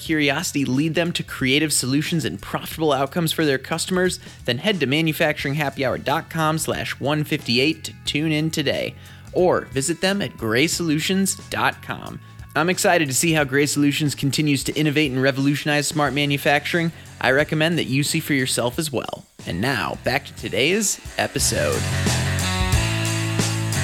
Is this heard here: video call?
no